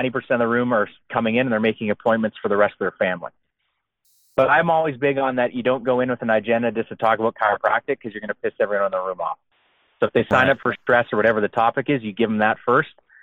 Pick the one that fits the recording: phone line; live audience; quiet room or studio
phone line